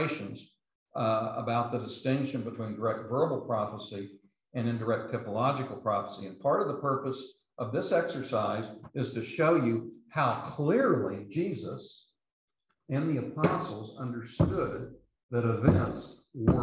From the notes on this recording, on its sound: These podcasts are the recordings of the lectures.